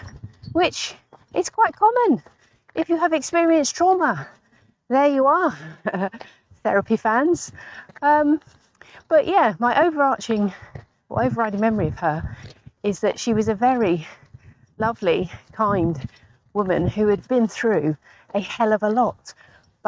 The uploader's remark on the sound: This was recorded while I was on a dog walk